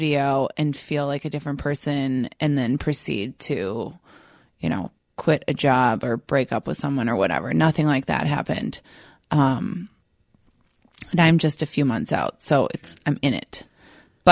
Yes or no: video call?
no